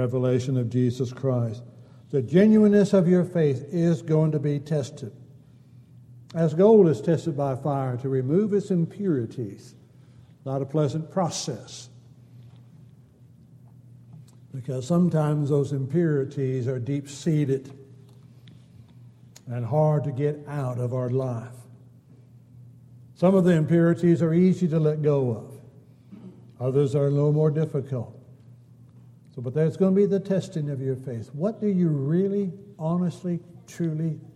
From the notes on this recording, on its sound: Downtown Church Of Christ Audio Sermon